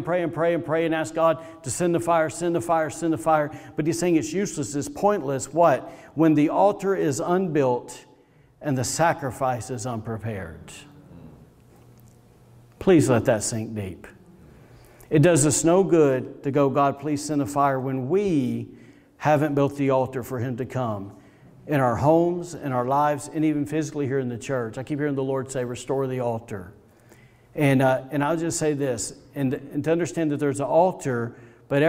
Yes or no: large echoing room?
yes